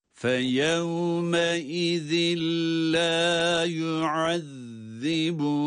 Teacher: Lam harfi geldiği için burada idgamı bilağunne yaparak lam harfini şeddeli gibi okuyoruz